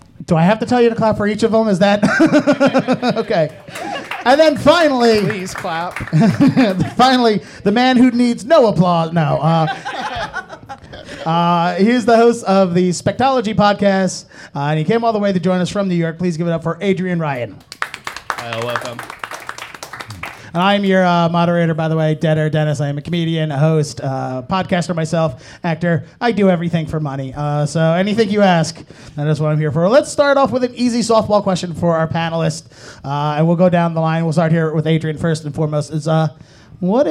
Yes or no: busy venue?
yes